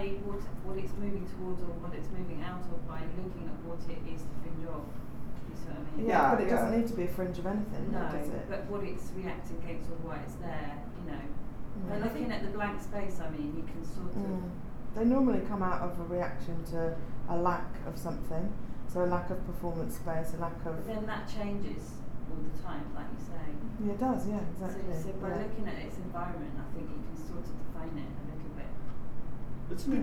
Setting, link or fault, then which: setting, busy venue